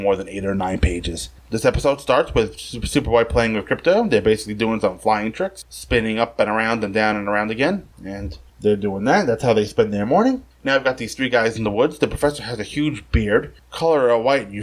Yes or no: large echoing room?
no